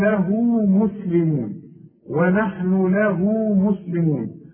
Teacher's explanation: ونحن، ونحن إذا وقفت هتوصل ونحن له مسلمون، له هاء الضمير دي بعدها الواو اهي علشان تمدها عند الوصل حركتين